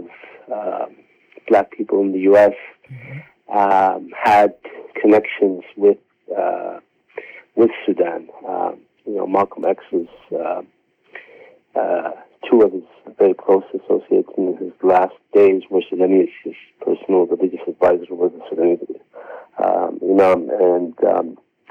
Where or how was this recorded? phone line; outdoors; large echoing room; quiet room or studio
phone line